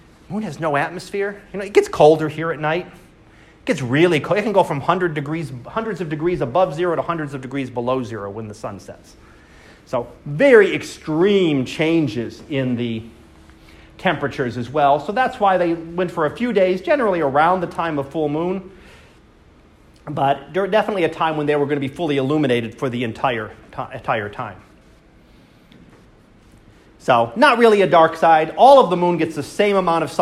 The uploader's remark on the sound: Live Class Lecture